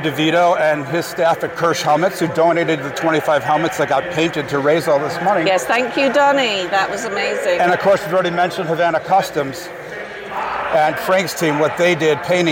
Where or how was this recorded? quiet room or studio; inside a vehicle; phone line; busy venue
busy venue